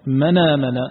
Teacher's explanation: من آمن كما عند ورش من آمن، فتنقل الفتحة التي في الهمزة هنا تنقل لحرف الساكن الذي قبلها الذي هو النون · Term: النقل